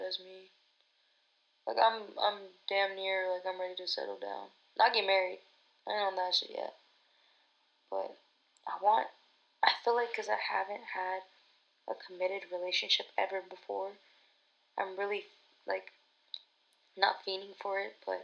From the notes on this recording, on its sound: My first episode recorded back in Feb. There's still things that I gotta learn & improve on w the audio but jus be patient w me.